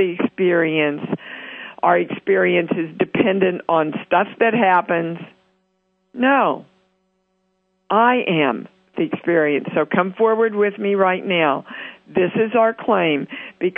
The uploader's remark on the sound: international call-in show Conscious Creation on the 7th Wave Network on Voice America